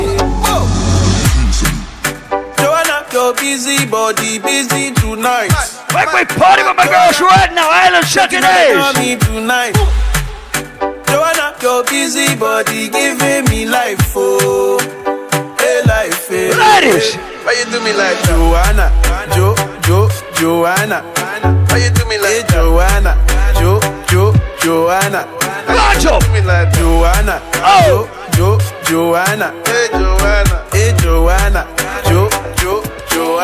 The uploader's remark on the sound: Live audio from Island Saturdays